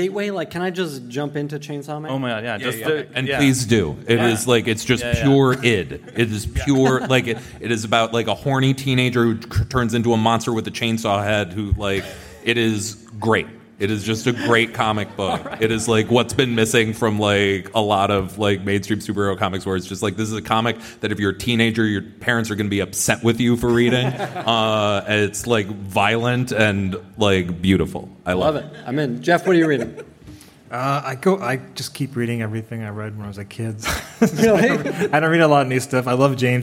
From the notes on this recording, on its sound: Recorded at San Diego Comic Con, July 2023.